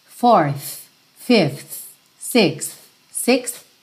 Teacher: esse TH dos números ordinais é um arzinho